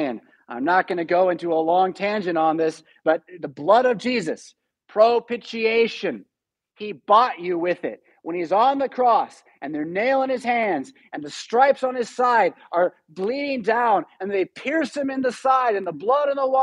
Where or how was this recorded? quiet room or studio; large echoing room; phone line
large echoing room